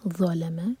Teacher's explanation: ضا heavy, لام اور میم light